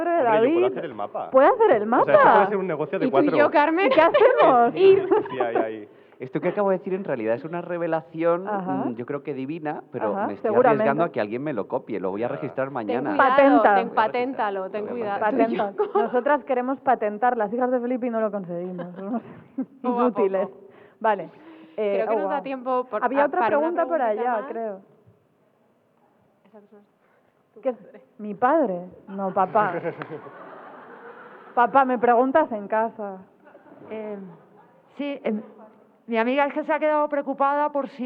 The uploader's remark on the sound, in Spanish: En este episodio grabado en rigurosísimo directo para #megustaspixelad en La Casa Encendida